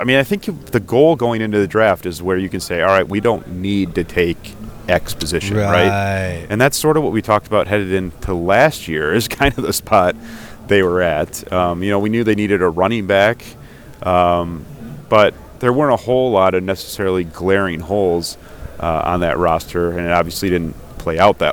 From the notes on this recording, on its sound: checks in LIVE from the NFL Combine